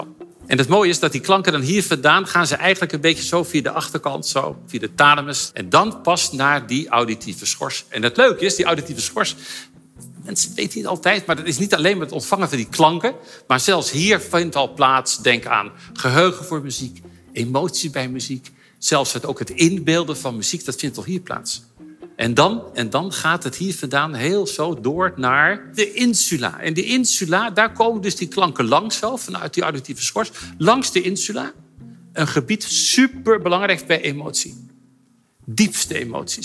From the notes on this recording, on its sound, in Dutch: Opgenomen op 6 september 2021 in poptempel Paradiso tijdens 'The Science of Music' van de Universiteit van Nederland.